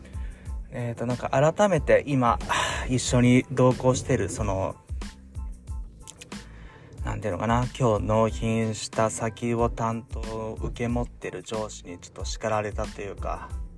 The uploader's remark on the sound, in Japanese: 仕事でミスり上司に叱られた直後に社用車の中からスマホ直取りでテンション下げ下げのまま録音しました。